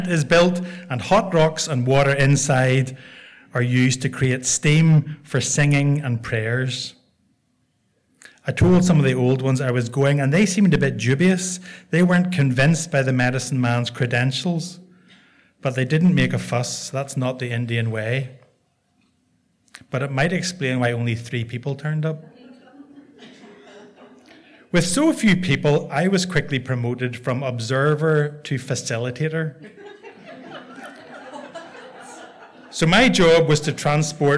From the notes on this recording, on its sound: Tenx9 is a live storytelling event where nine people have up to ten minutes each to tell a true story from their own life on a particular theme.